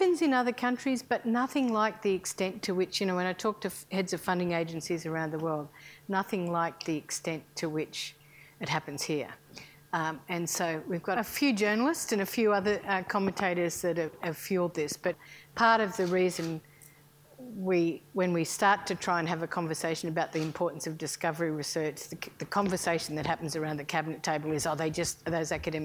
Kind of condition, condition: setting, large echoing room